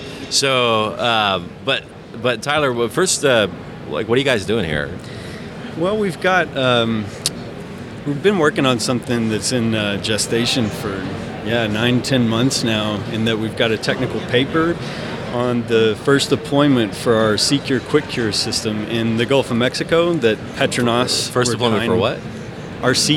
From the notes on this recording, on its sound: In the DeltaTek booth at the SPE ACTE 2022 conference. On location at ATCE with the DeltaTek team. In the DeltaTek booth at the SPE ACTE 2022 conference.